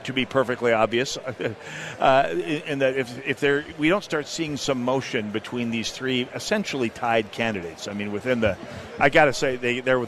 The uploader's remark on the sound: Live From The GOP Convention